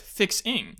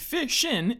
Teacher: Bostonians drop the R's, Southerners drop the G. · Shown in: second take